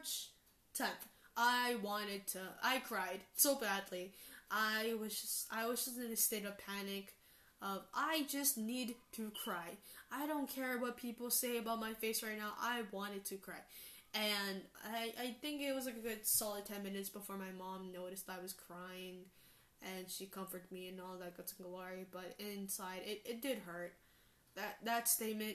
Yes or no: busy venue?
no